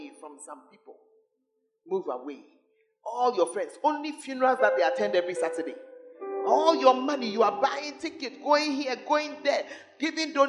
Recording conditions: large echoing room